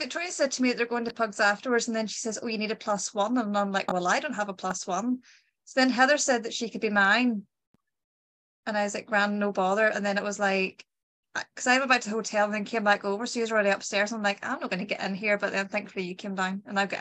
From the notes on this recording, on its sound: Zoom was also being a class A root so apologies for any over-talking/awkward silences